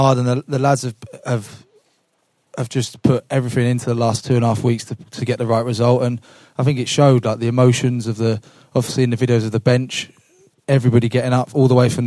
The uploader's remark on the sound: We were fortunate enough to be invited along to the boardroom at Sincil Bank (we're still calling it that) with a live audience, for a two-part special live podcast!